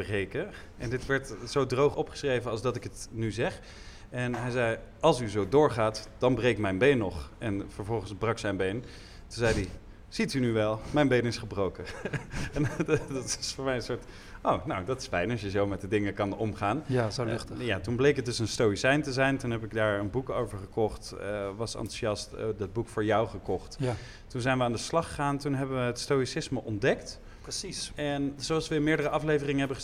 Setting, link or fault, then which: setting, live audience